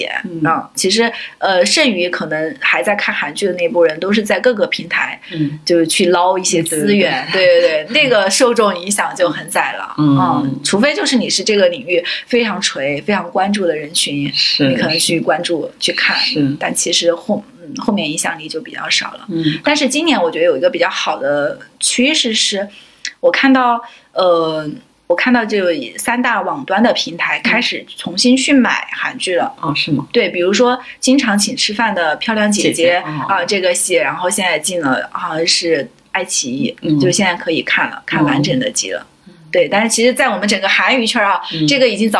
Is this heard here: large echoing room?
no